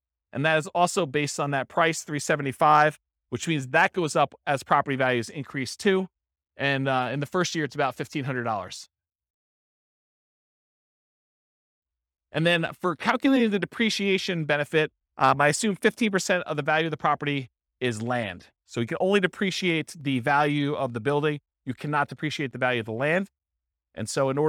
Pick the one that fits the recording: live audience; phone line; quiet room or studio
live audience